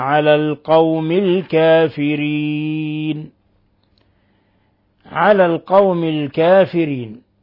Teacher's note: حالة الوقف على النون ولا بد أن نقف عليه بالسكون، فتمد الياء من حركتين إلى 6 حركات، من حركتين إلى 6 حركات، قصر أو توسط أو إشباع، · Term: العارض للسكون